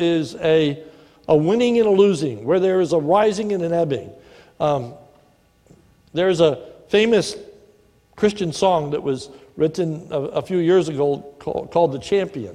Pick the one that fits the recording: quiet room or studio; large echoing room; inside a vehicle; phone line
large echoing room